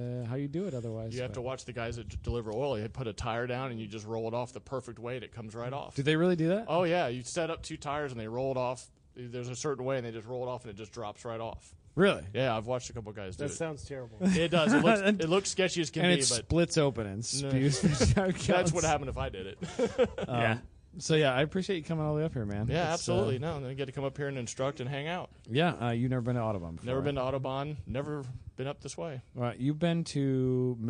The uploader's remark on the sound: Late at night during #GRIDLIFE Round 4 at Autobahn Country Club